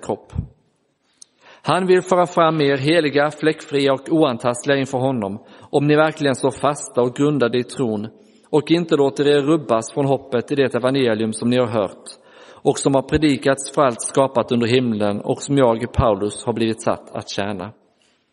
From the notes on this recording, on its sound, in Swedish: Inspelad i Roseniuskyrkan den 30 april 2023.